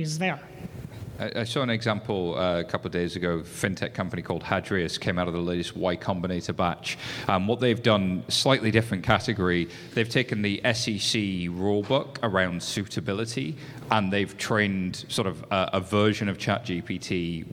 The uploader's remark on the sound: This recording is from Fintech Nexus USA held at the Javits Center in New York City on May 10-11, 2023. Session: "ChatGPT and Fraud/Scam Implications" from the Fraud Fight Club Track, sponsored by Mastercard.